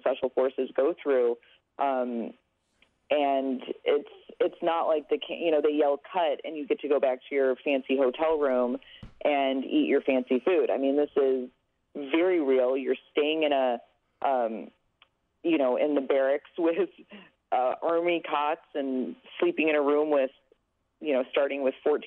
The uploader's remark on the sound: on the phone